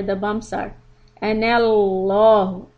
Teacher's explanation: the lam when we connect is going to be heavy